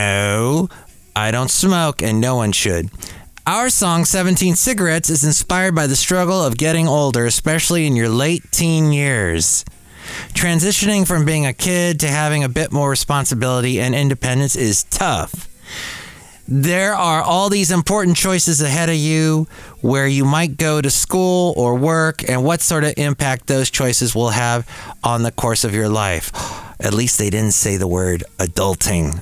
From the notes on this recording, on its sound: podcasts live from Café Anyway